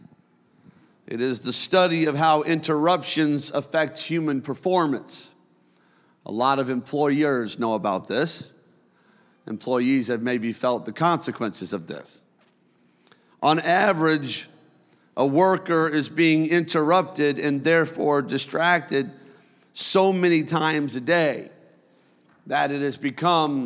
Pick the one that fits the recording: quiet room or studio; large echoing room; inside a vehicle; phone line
large echoing room